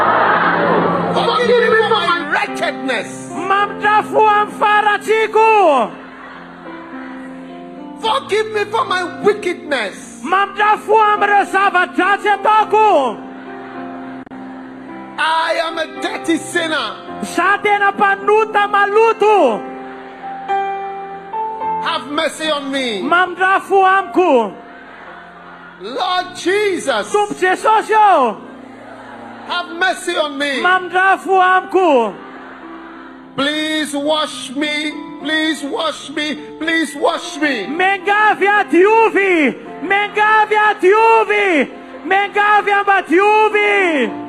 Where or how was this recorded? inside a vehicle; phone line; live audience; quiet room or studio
live audience